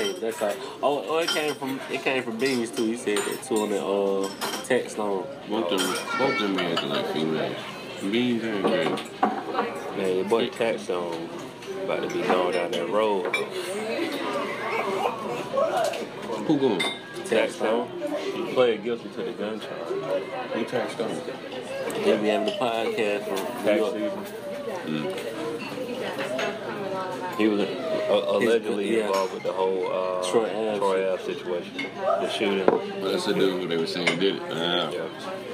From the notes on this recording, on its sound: We continue our special behind the scenes of The Paid In AmeriKKKa Tour series. This week we press record while sitting at an IHOP in Tallahassee, Florida.